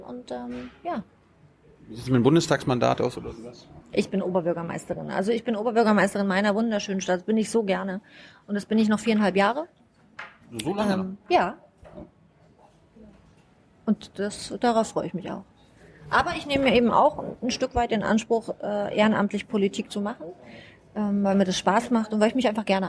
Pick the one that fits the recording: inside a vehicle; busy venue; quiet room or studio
busy venue